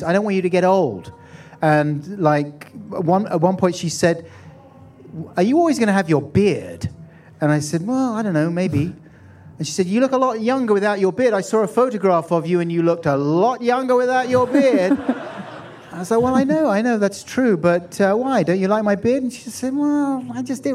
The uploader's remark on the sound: Recorded live at The End Of The Road Festival.